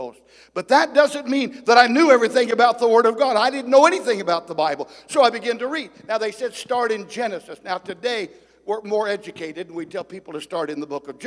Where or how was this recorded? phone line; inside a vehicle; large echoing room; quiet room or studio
large echoing room